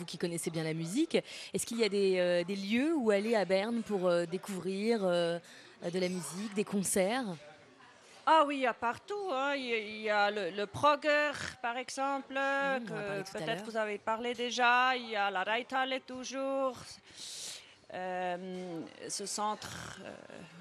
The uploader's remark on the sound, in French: Pour cette première émission bernoise. Recevaient à 9h10 au Einstein Kaffee.